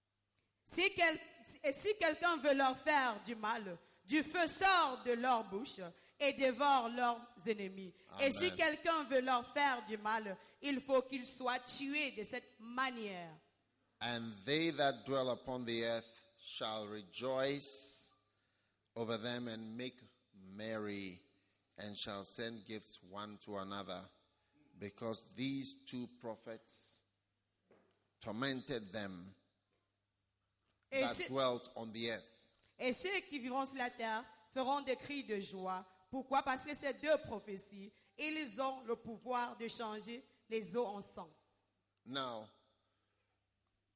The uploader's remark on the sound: Preached at a Healing Jesus Campaign Pastors' Conference in Ebolowa, Cameroon